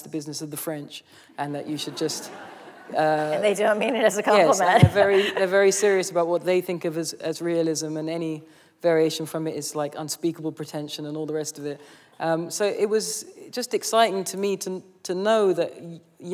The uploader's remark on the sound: The conversation was recorded on December 5, 2019 in front of a live audience at New York's 92nd Street Y.